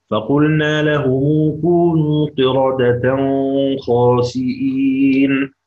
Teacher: هنعطف بقى للإمام أبو جعفر بالإخفاء بغنة التنوين في الخاء